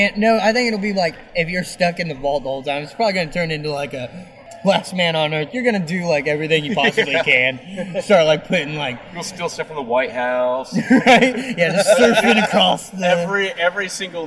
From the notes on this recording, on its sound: As the Official Podcast of Tricon 2018, we thought it appropriate to do the show LIVE from the convention floor! Chat with some cosplayers.